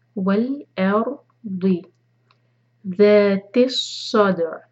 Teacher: صاد heavy, دال پر قلقلہ